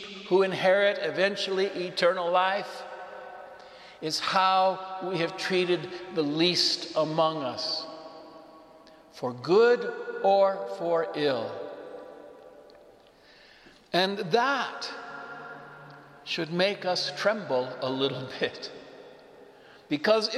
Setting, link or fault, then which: setting, large echoing room